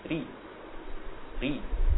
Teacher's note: tapi ketika berharokat kasrah tipis dia muraqqaq, ya, tarkik ri, ri tipis, bukan ditebalkan ri ri, enggak, tapi tipis ri.